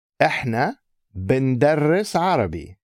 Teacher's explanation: Notice how the ni has combined with the b to produce بن.